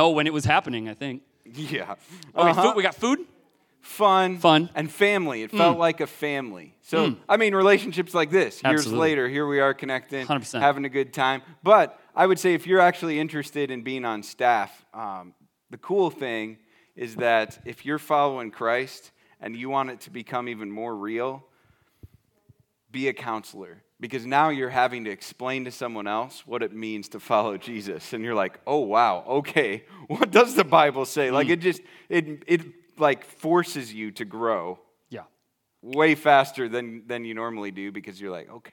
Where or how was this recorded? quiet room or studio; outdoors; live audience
live audience